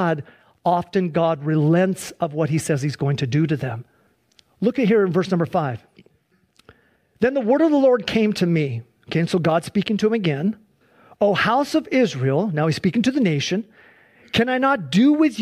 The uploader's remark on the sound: Please enjoy this Sunday church service livestream. Accompanied by a modern worship service.